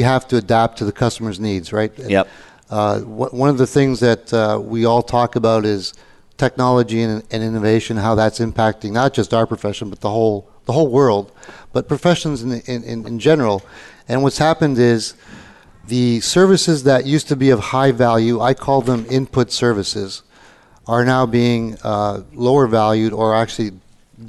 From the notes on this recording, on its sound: Live Broadcast at the The IPBC IGNITE Conference.